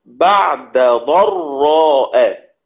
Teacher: بعد دال مفتوحة وقبلها عين ساكنة. هنا يمتنع الإدغام، لابد أن تظهر